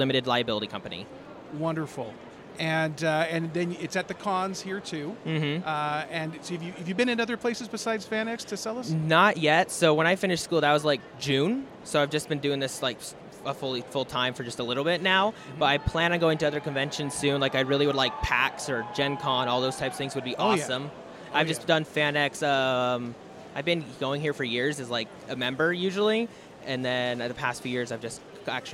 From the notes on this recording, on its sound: Gaming And More Interviews Live From FanX.